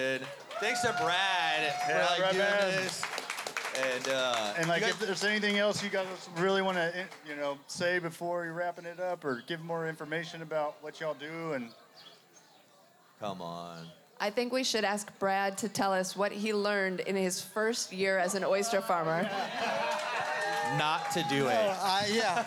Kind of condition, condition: setting, outdoors